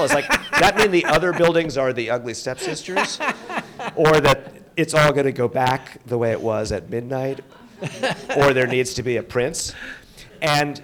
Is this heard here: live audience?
yes